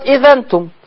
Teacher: الحكم ده اسمه النقل لأنه نقلنا حركة الهمز إلى الذال فصارت إذنتم